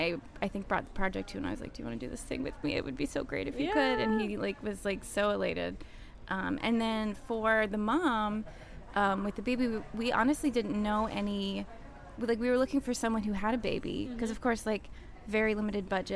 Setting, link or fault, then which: setting, busy venue